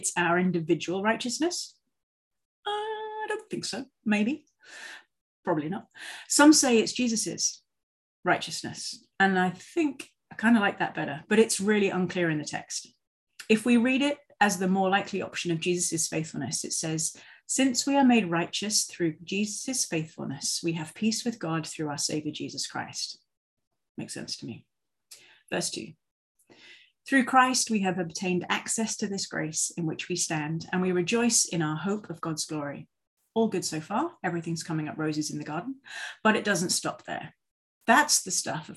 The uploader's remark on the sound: For this zoom service